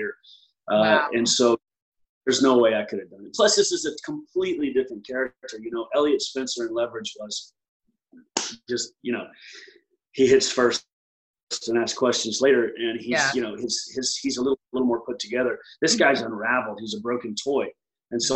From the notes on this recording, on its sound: on the 'virtual red carpet,' AKA Zoom